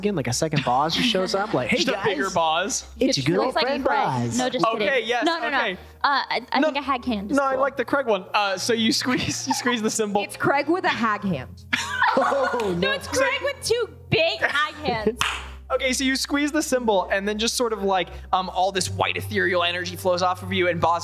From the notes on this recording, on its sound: A recording of our Live Show from October of 2022!